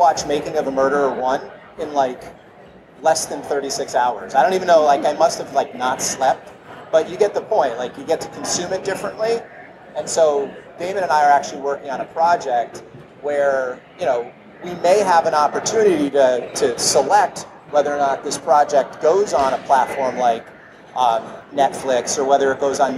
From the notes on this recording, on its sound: at Collision conference